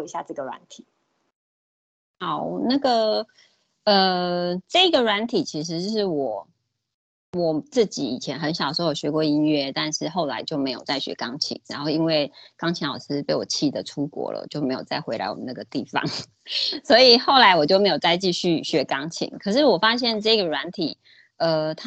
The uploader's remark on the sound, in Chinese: 此為線上課程錄音檔